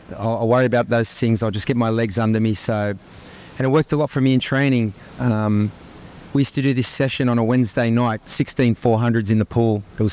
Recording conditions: busy venue